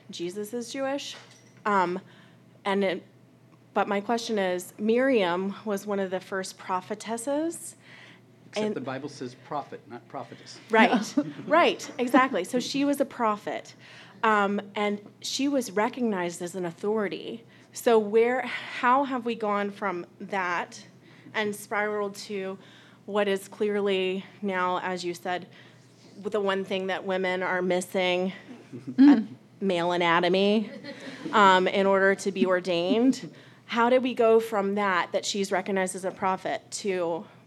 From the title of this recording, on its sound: LIVE at the Baltimore Podcast Festival